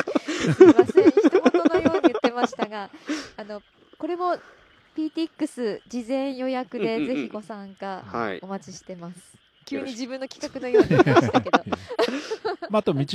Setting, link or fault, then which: setting, outdoors